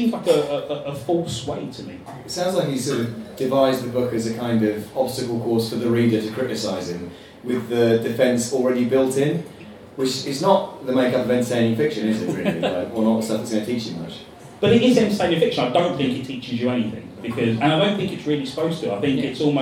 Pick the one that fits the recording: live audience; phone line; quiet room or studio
live audience